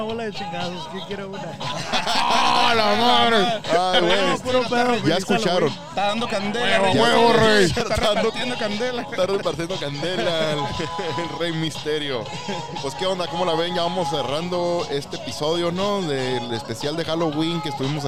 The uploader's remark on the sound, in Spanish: Cotorreo en vivo al aire libre en la fecha de Halloween regalando ducles a los niños